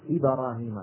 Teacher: إبراهيم تكاد الباء تكون مفتوحة · Term: تبعيض الحركة